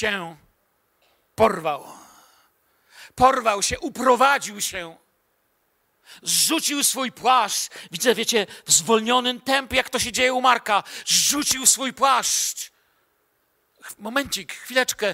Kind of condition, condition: setting, large echoing room